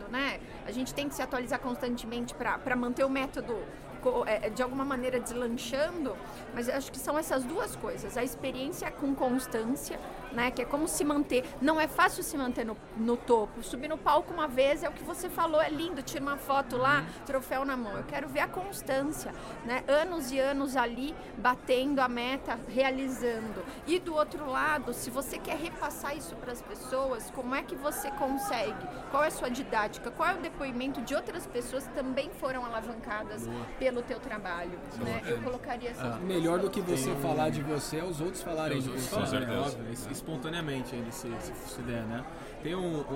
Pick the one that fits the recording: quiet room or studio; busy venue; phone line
busy venue